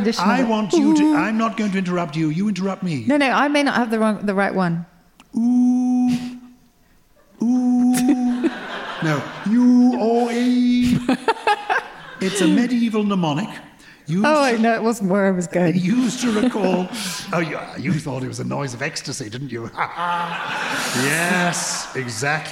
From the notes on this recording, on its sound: This week is our first ever show recorded in front of a LIVE audience. In front of a packed room of Purple People at the Islington Assembly Hall in London.